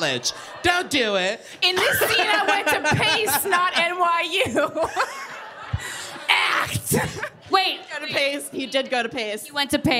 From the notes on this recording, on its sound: This episode was recorded LIVE in front of a SOLD OUT (350 people!!) crowd at The Bell House in Brooklyn!